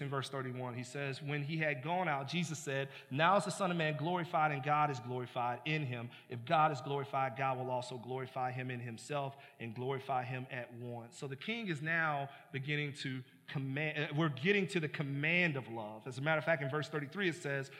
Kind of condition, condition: setting, large echoing room